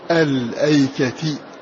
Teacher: بسكون اللام وبعدها همزة قطع مفتوحة مع خفض التاء